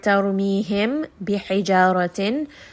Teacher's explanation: If we have the word Tarumihim bihijaratin, so here I have a Mim Sakin in Tarumihim bihijaratin, Ba here is going to have a Kasra. So I am going to hide the Mim within the Ba. · Term: Ikhfa